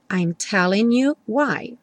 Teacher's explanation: o N do telling junta com you, I'm telling you why.